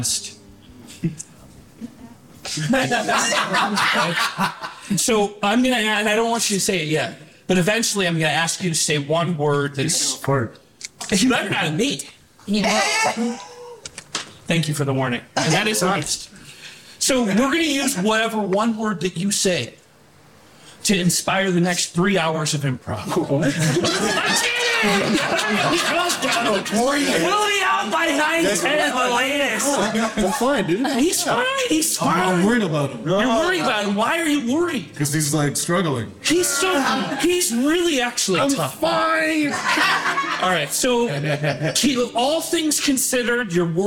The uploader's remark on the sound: LIVE FROM THE WESTSIDE COMEDY THEATER. I am plugging away on making these live shows the best quality possible.